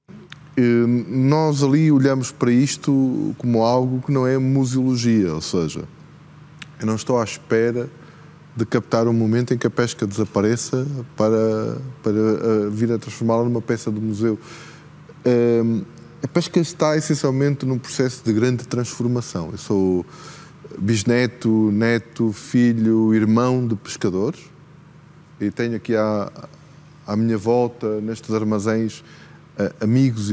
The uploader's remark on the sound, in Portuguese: no palco do debate, nos novos armazéns de aprestos de Vila Do Conde